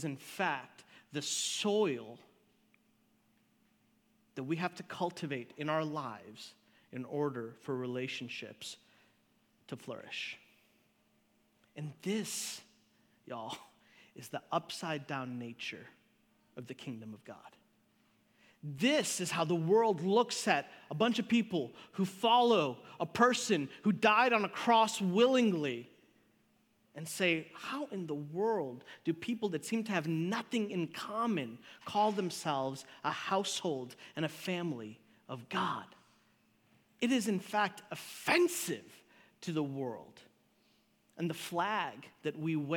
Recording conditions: large echoing room